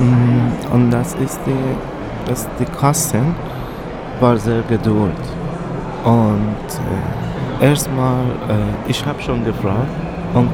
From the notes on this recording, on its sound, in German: im Interview live auf dem evangelischen Kirchentag 2017 in Berlin